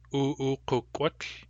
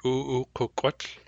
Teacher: Notice that the K hardens and rounds.